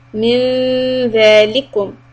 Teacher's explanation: Tip of the tongue behind the teeth for ذَل